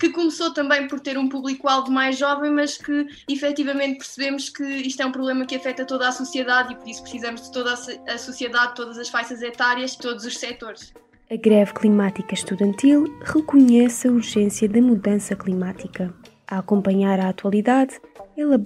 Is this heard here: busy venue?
no